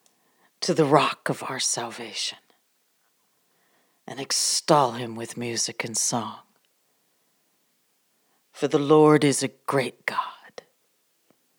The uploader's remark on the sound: Live from the Furnace Sessions from the Prayer Furnace on the Mountain.